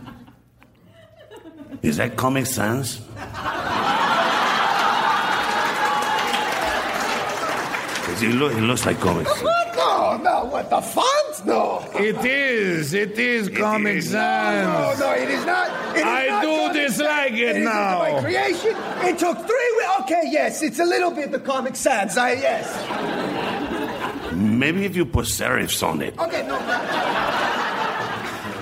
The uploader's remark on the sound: Recorded Live 5/2/2011 at Largo, Los Angeles.